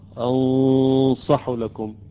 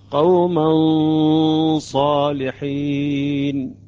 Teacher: يعني تقريبا أتيت بقليل من تفخيم الصاد